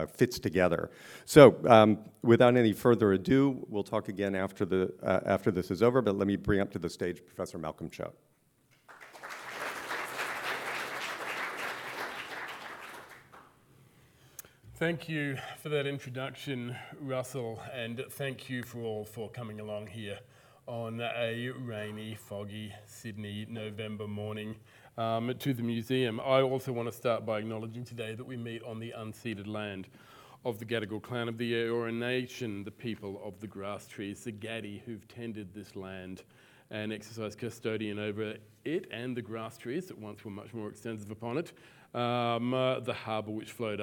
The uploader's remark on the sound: Live at the AM